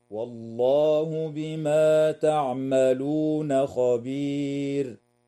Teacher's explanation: تنتهي الآية عند كلمة خبير والوقف عليها من قبيل الوقف التام مع وجوب ترقيق الراء وقفا